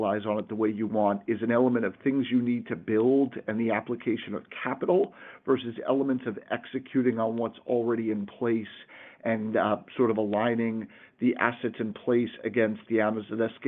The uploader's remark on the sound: Earnings Conference Call